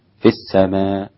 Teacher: في السماء وقف حمزة وهشام بإبدال الهمزة ألفا